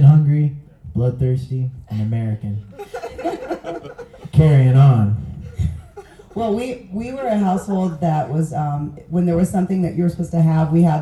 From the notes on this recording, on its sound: This was my first live podcast from the Panhandle Podcast Meet-up. The crowd added a fun element.